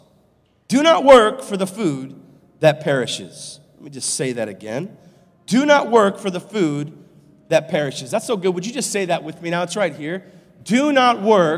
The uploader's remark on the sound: live from Covenant Church